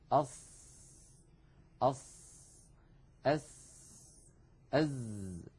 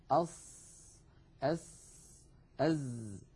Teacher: هذه الأحرف الثلاثة عندما ننطقها نضع طرف لساننا يعني رأس اللسان عند الصفحة الداخلية للثنايا السفلى، للسنين الكبيرين اللذين في مقدمة الفم. · Term: أحرف الصفير